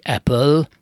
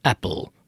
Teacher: Vagy mondhatom úgy is apple, és akkor a és a lökközött semmi nincs. Semmi nem volt, és akkor a l maga játszotta el, hogy így mondjam, a magánhangzónak a szerepét. · Shown in: second take